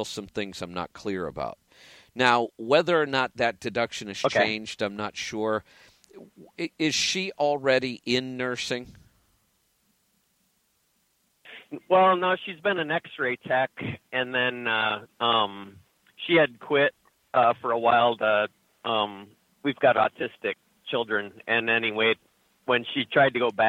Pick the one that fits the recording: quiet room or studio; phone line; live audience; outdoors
phone line